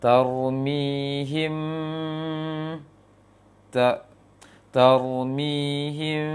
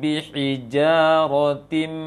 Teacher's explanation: Jadi tarmihim dengan hijaratim berbeda jauh dalam praktekannya. Yang pertama direnggangkan, sedangkan yang mim yang kedua adalah dirapatkan bibirnya.